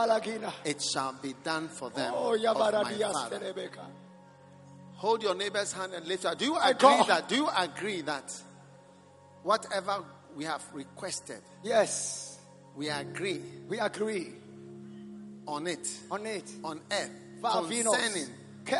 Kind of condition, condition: setting, large echoing room